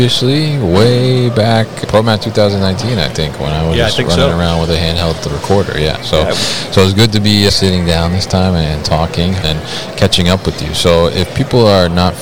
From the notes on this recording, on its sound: Berkshire Grey at MODEX 2022. Live from the booth at MODEX.